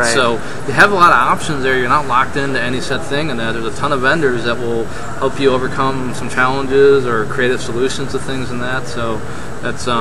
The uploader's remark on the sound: Live from the Charlotte VMware User Group. Record LIVE from the Charlotte, NC regional VMware user group meeting (VMUG). This was no ordinary VMUG with 700+ attendees, live labs, and expert speakers.